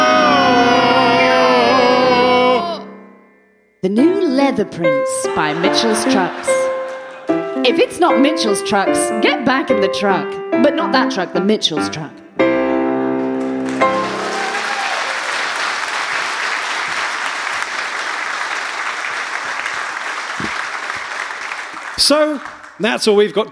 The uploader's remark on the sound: Beef and Dairy LIVE! September 2021 full show